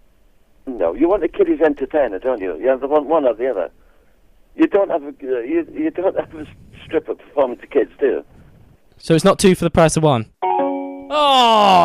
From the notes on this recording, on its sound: Enjoy the phone conversation